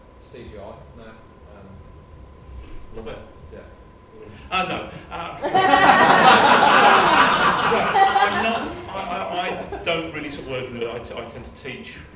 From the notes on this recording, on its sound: We recorded the Q&A sessions and here they are. As it was a live recording of a staged event the sound quality does vary throughout.